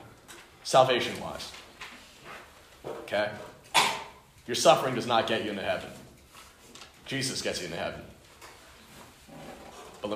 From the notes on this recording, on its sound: Delivered to the Unison Youth Fellowship at the Home of Christ in Menlo Park.